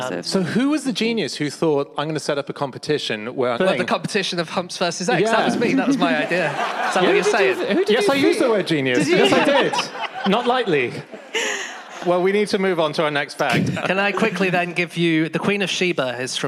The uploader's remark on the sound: Live from Tunbridge Wells